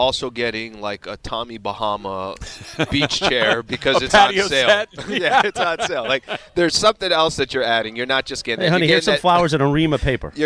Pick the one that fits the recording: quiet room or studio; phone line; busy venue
busy venue